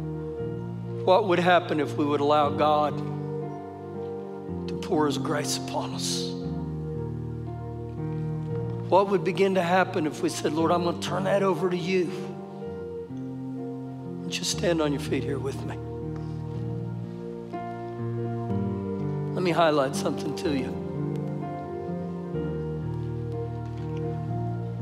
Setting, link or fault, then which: setting, large echoing room